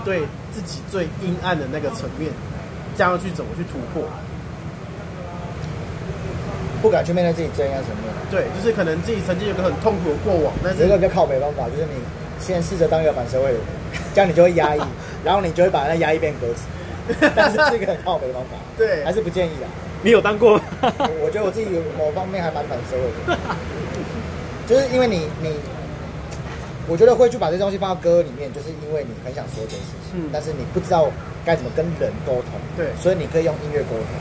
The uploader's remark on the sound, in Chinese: 錄音地點：台南 牽咖啡。